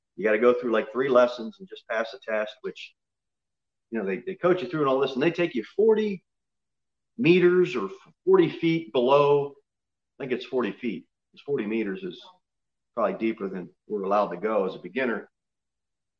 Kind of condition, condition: setting, large echoing room